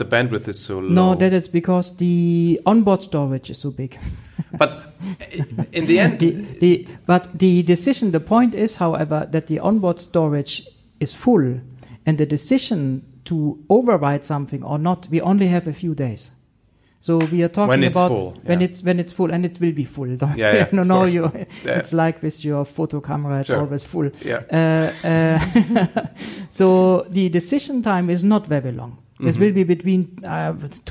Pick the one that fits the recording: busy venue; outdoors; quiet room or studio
busy venue